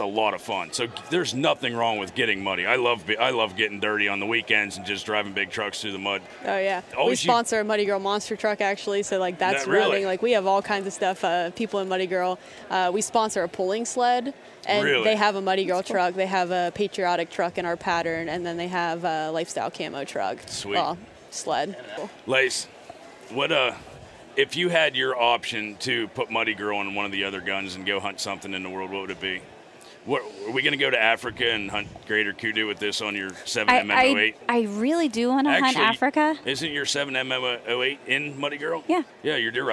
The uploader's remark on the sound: Live from the Great American Outdoor Show